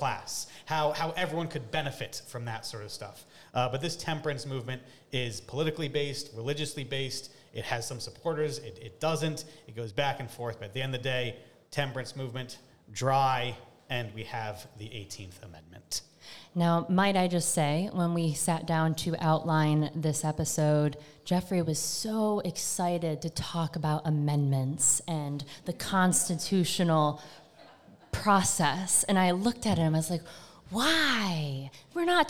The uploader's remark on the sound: This week's episode was recorded LIVE at Far From the Tree in Salem. Thank you to our hosts and to all the listeners who joined us that evening. On their first live show. (while drinking Haunted Pepper Cider).